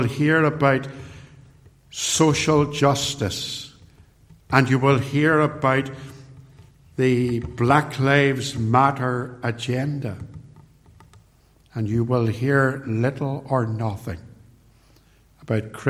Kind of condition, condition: setting, large echoing room